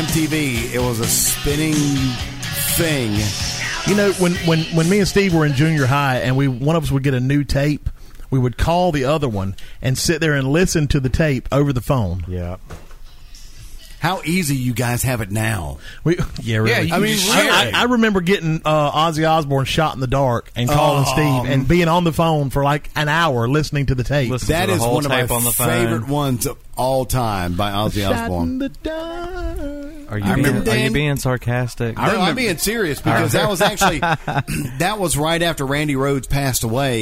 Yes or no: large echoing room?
no